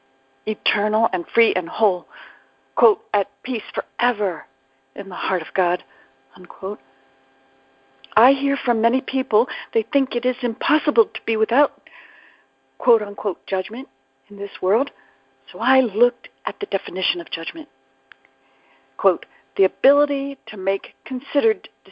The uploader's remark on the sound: ACIM Daily TEXT Conference Call.